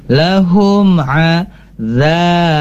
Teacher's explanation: kalau di sini ada mim bertemu ain, maka tidak perlu di tahan